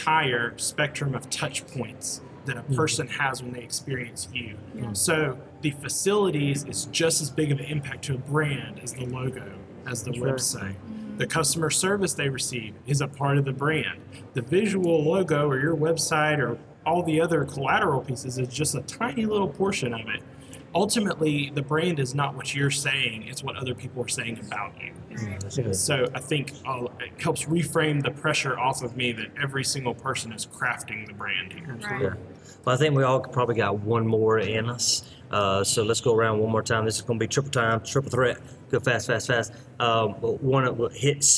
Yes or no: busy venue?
yes